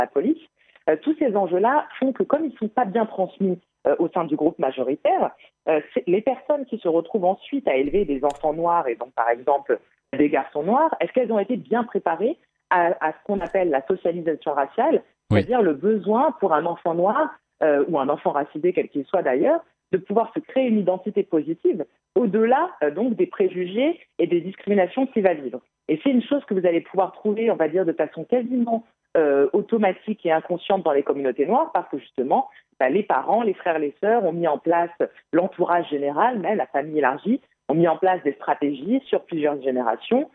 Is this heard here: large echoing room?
no